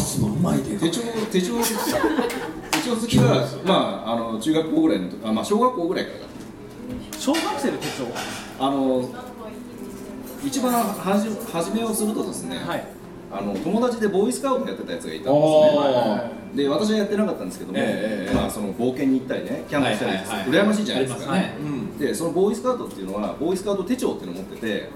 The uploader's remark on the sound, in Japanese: 手帳事典2018出版記念 公開録音｣の模様をお届けします。